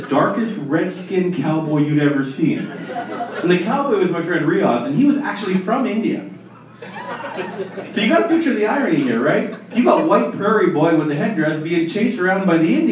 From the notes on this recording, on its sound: Recorded Live October 2016